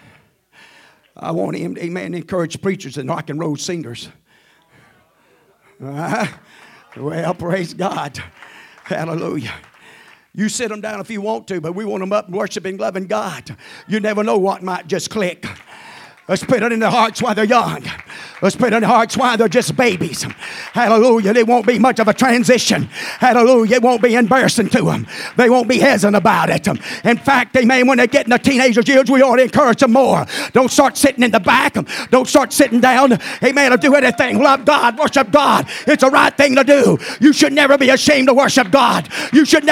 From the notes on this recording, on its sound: at the First Jesus Name Church of Benndale on the Sunday night